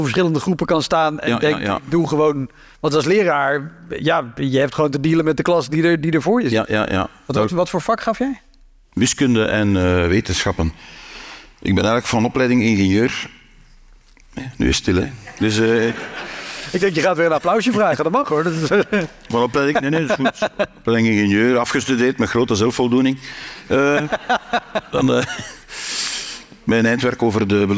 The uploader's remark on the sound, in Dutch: Live opgenomen tijdens het International Comedy Festival Geel in september 2023.